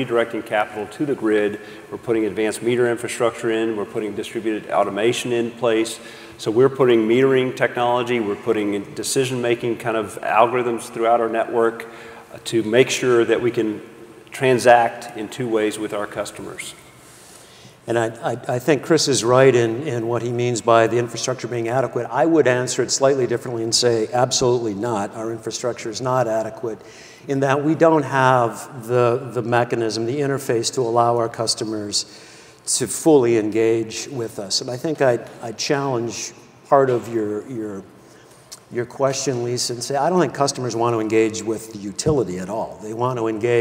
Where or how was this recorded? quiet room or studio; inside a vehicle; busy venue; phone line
busy venue